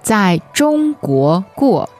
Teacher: The first one is part of 中国 and it's second tone, and the second one is the verb, which is fourth tone